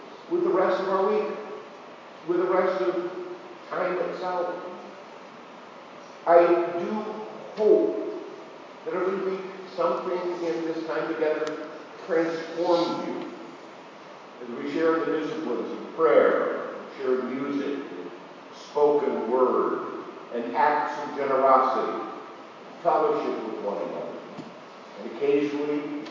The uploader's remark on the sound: Apologies for poor audio qualify this week!